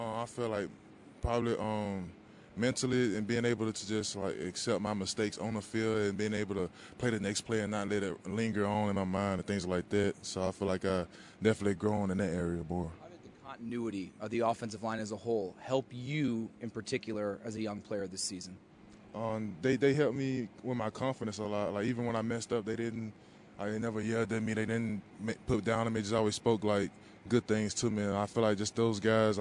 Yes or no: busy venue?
yes